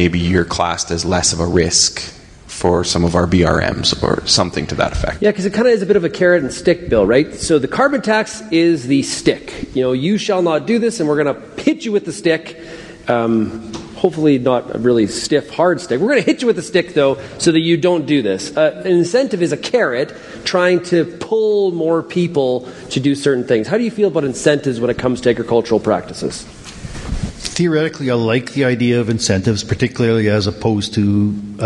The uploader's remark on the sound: This Wednesday edition of RealAg Radio was recorded at the Agricultural Producers Association of Saskatchewan (APAS) annual general meeting!